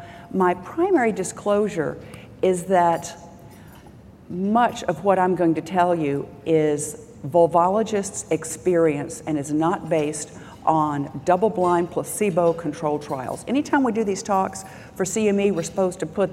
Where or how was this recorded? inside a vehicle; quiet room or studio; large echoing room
large echoing room